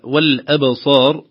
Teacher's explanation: الباء مقلقلة ورقيقة وبعدها الصاد المفخمة الممدودة